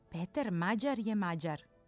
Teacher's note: Hajde sada da oba akcenta budu kratkouzlazna i oba sa dužinom